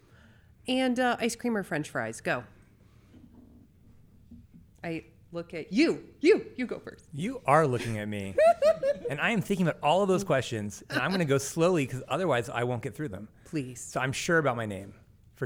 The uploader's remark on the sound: In a panel recorded live in front of an audience at the 2023 Eye to Eye National Friends and Allies conference.